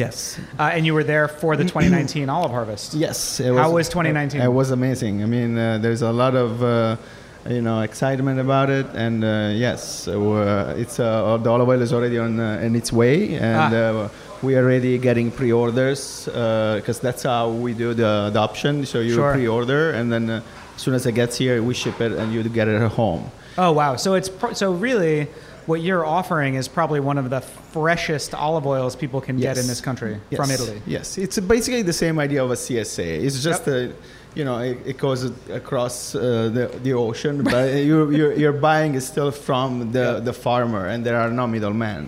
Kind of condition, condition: setting, busy venue